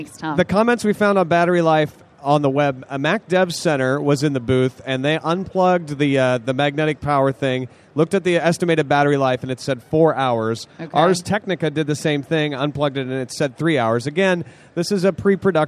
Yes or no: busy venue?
yes